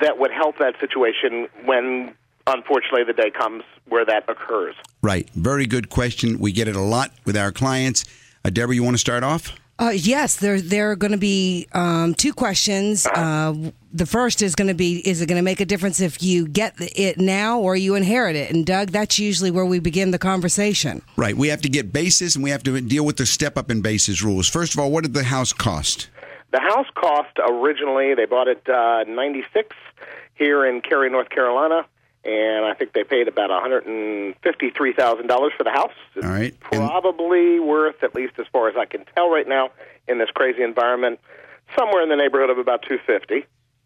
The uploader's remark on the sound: call-in show